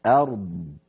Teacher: يعني ممكن أيضا ننبه على ثقلت في السماوات والأرض وقفنا عليها، والأرض لما نقف عليها يجتمع عند النطق ساكنان، الراء ساكنة والضاد سكنة الوقف